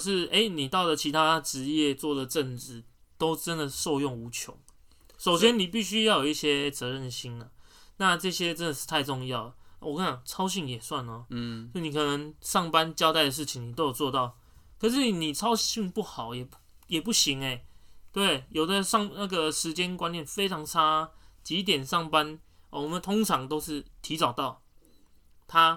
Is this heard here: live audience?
no